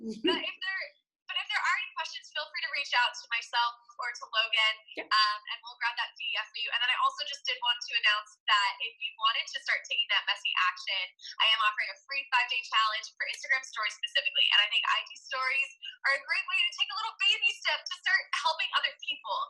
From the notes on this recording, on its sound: This week's episode is an audio recording of an IG live.